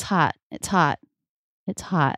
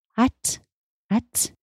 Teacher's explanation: And I'm making a stop T. And he is repeating back to me with a true T.